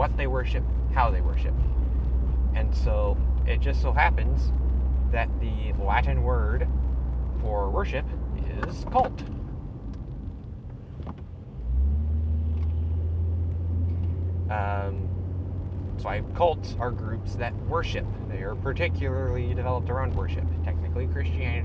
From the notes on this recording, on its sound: Today was just me in my car